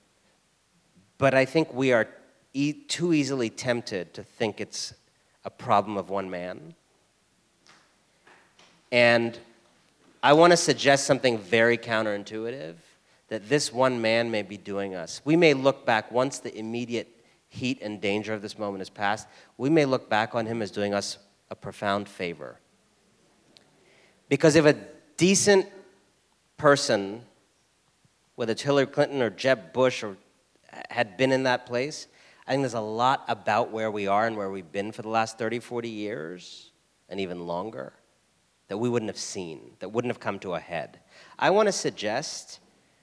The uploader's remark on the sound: Full Talk at Southside Commons. Spoke to a Seattle audience at Southside Commons.